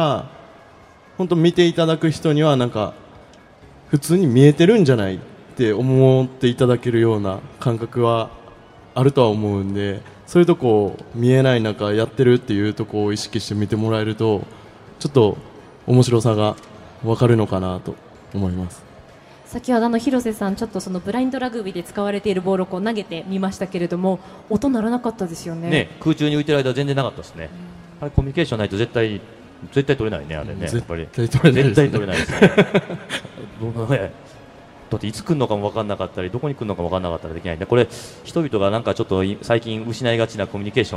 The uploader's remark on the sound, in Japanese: 東京・丸の内のマルキューブ 番組公開収録。